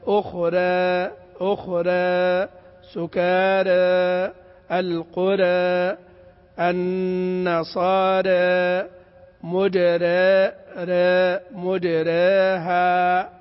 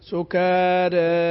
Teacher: يعني نرقق الراء ونقلل الألف التي بعدها · Shown in: first take · Term: تقليل